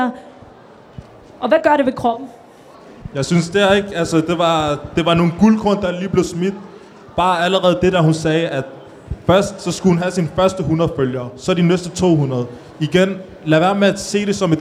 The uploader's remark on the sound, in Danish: Dette er en speciel episode som er optaget fra vores Ramdan Event, hvor vi lavede live interview Under Buen.